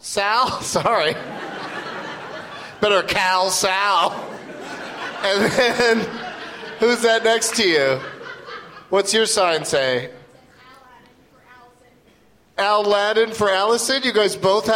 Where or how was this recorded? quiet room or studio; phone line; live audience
live audience